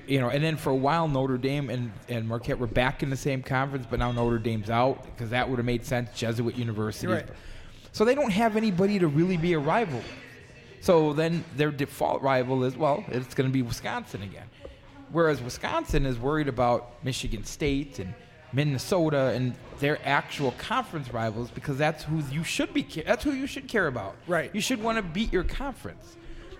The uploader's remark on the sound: We are LIVE from Bierock on Tuesday night